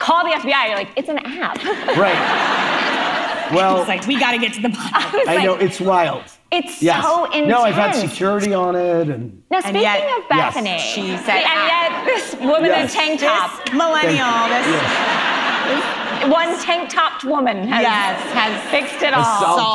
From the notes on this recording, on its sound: In front of a live audience. With thanks to the recording team at the Live Talks Los Angeles event at Aratani Theatre in downtown Los Angeles.